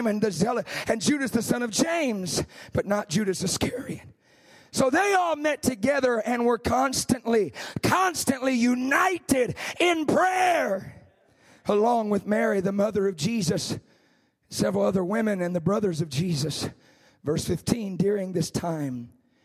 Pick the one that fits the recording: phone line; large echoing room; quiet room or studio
large echoing room